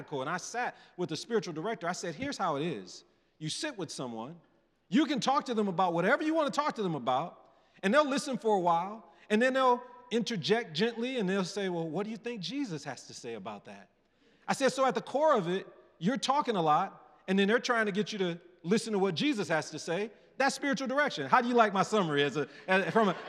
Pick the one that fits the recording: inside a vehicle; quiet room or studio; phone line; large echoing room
large echoing room